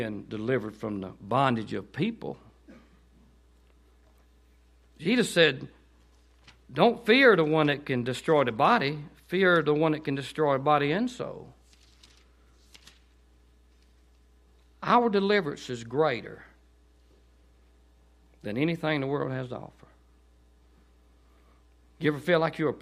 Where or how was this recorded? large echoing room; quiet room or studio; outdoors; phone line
large echoing room